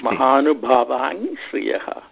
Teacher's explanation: तस्मात् ण्यकारः स्तोहस्तुः स्तोहश्चुनासु इति सूत्रेण नकारस्थाने ञकारः आदेशः भवति